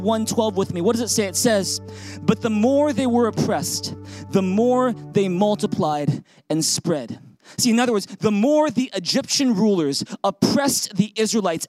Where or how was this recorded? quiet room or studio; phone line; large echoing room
large echoing room